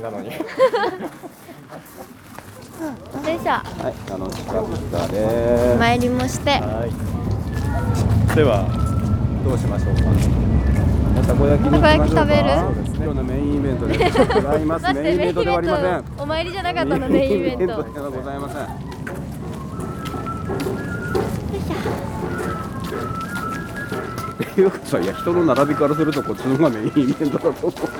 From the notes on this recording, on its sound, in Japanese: 初詣いってみた【はじめての屋外収録】。ゲストと一緒にはじめての野外収録してみたよ。